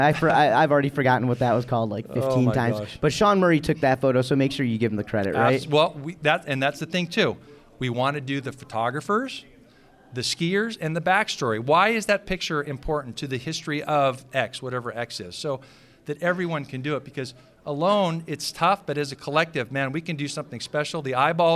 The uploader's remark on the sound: Recorded live from Wisconsin Dells at the Wisconsin Think Tank and Water Ski Convention.